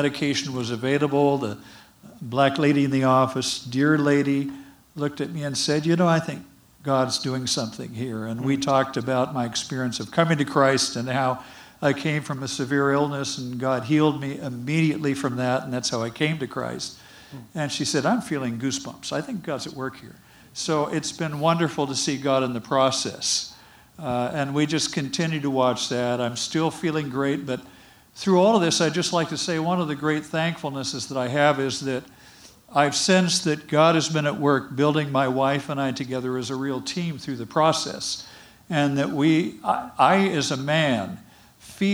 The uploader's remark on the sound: (1st Service). Following this sermon is an open mic time where the Cornerstone Church body has an opportunity to share a Praise of Thanksgiving during the each service.